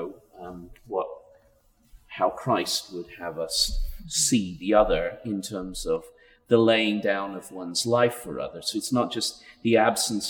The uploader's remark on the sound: A conversation held at Timothy Eaton Memorial Church in Toronto